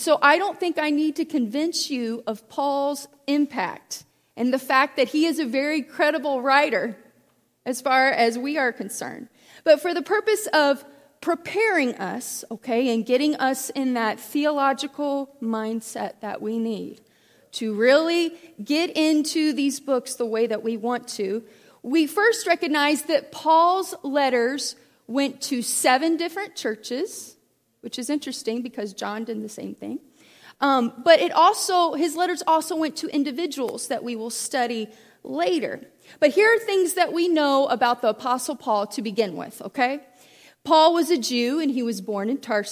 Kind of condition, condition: setting, large echoing room